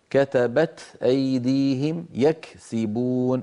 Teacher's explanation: وضح الهمس في الكاف والتاء